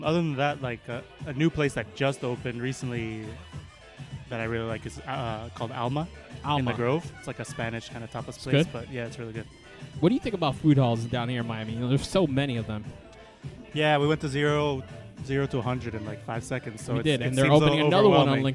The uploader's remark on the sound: we are live at The Confidante Miami Beach